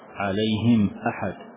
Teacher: يعني أظهر الميم إظهارا كاملا · Term: الإظهار